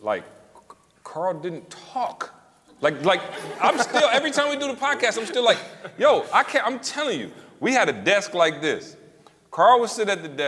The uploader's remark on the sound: Recorded their first live podcast in front of an audience last week. Live Q&A.